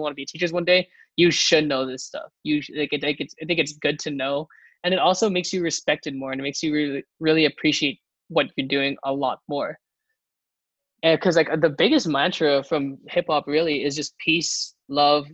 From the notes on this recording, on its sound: This episode was recorded via Zoom.